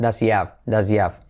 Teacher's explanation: saltamos la H de have